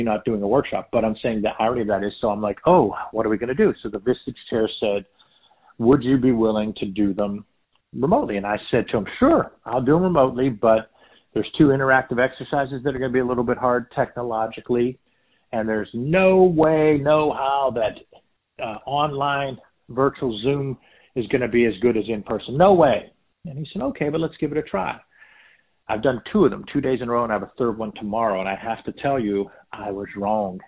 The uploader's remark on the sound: a quick phone interview